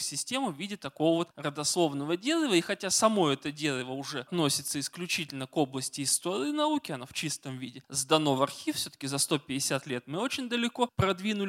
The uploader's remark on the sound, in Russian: Лекция в рамках цикла «Весна просвещения» в Доме культуры «Ясная Поляна».